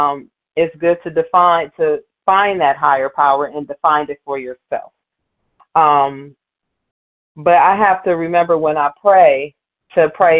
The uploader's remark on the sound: Qualification from the 100 Pounders Phone Meeting.